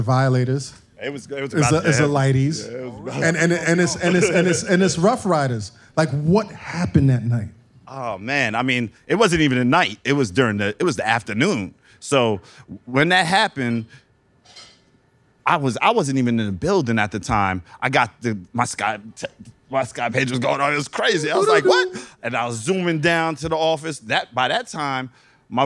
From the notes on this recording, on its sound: We recorded a live show at the Highline Ballroom in Manhattan. There was also a lively Q&A where the audience got a chance to ask all of the burning questions.